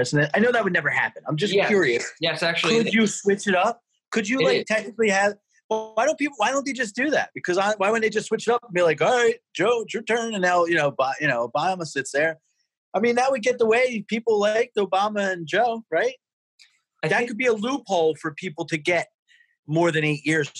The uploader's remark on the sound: Zoom style podcasts back to back. Quarantine 2020.